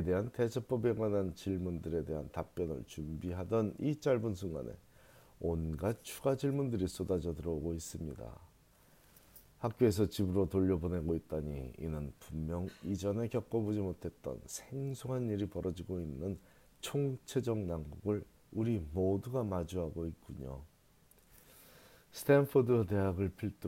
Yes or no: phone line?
no